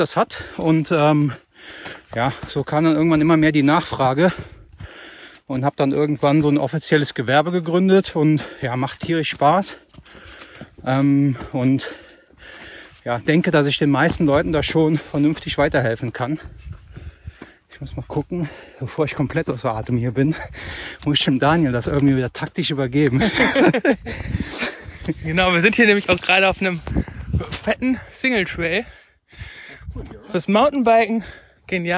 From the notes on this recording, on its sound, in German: während unserer Wanderung auf dem Ahrsteig aufgezeichnet